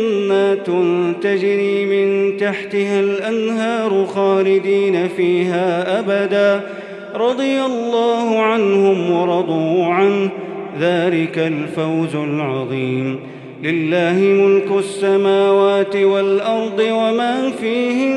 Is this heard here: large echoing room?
yes